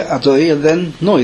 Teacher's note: Milra means we say Adoy and then Noi. The stress is on the Noi.